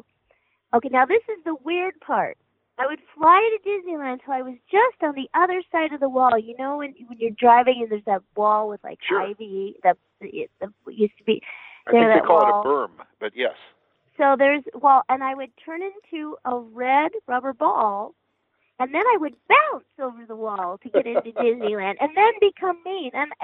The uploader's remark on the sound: replay my phone conversation